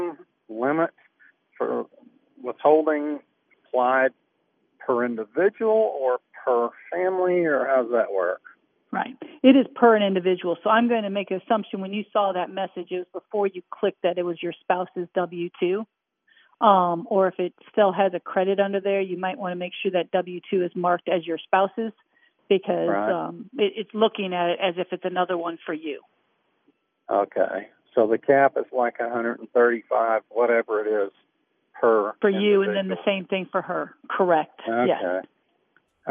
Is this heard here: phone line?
yes